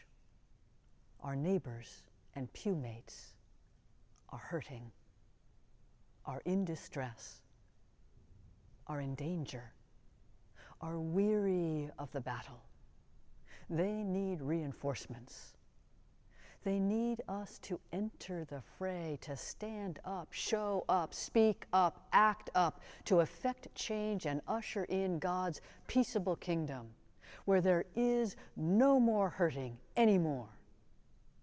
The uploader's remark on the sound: Sermons from Old South Church in Boston